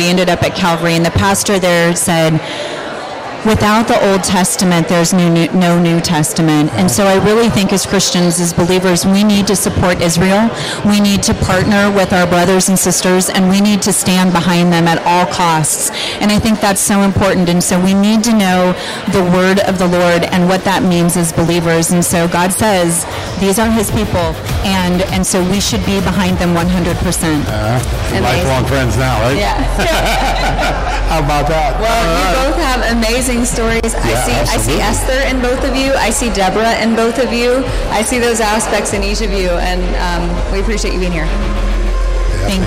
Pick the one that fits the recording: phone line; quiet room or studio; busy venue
busy venue